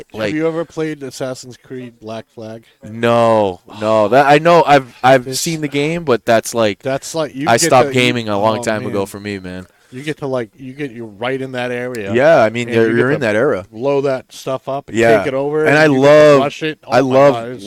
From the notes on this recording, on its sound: Recorded live from the 7-20-4 Lounge!